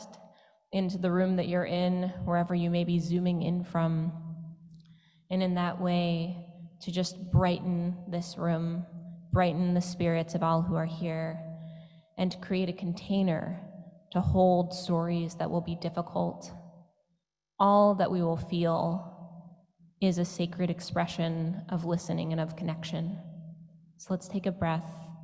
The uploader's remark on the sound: Stories shared in our joint Chanukah Service on December 5th, 2021. Today’s podcast features stories shared in our joint Chanukah Service.